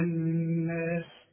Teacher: النون المشددة لازم تغني بمقدار حركتين